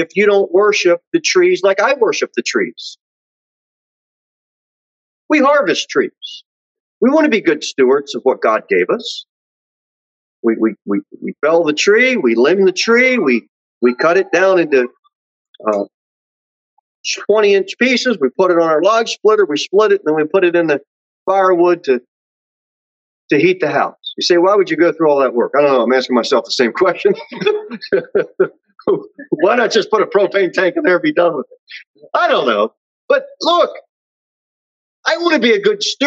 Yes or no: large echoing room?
yes